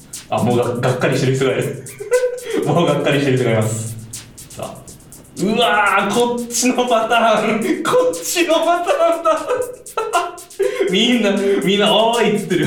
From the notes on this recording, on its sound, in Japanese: ホテルのWi-Fi問題。公開収録第1部の模様をお届け！